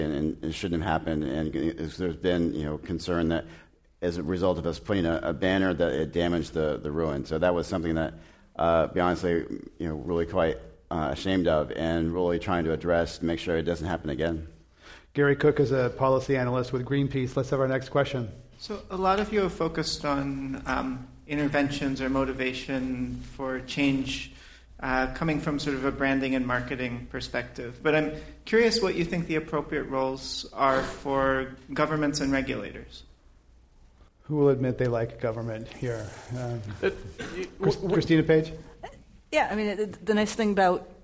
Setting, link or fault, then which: setting, live audience